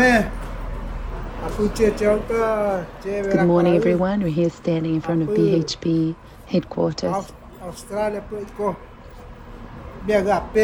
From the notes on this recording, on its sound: This week we bring you recordings from two public events on Collins Street Melbourne that are calling for justice and reparations for those directly impacted by industrial disasters. Visited BHP's global headquarters seeking justice.